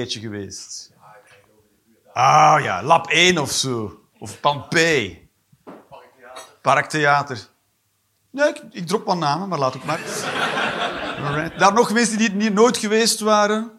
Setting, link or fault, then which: setting, live audience